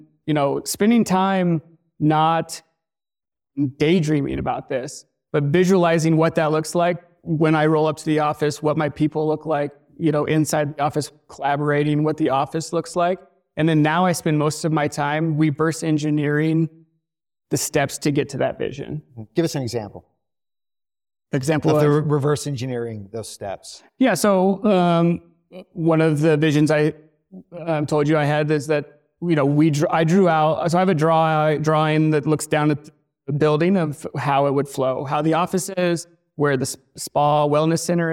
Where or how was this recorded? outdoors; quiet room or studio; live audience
live audience